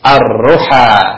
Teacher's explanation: Berarti dia masuk kepada huruf syamsiyah. Maka pembacanya lam tidak dibaca, hanya tertulis saja.